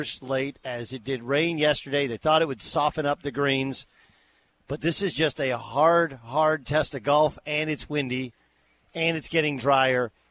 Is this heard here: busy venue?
yes